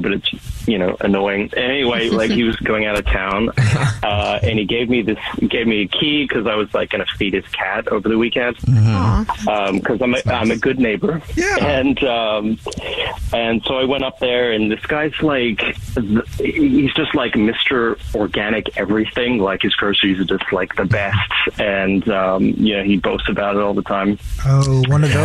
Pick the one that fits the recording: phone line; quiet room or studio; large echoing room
phone line